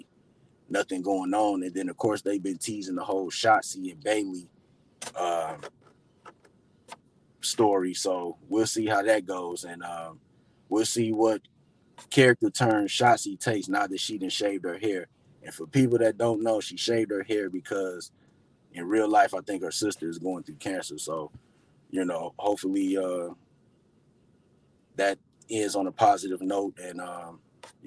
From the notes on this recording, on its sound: I did this episode from my car